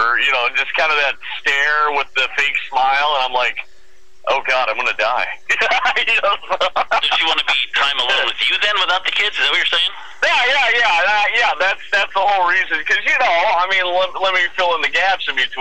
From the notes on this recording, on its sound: visits via the phone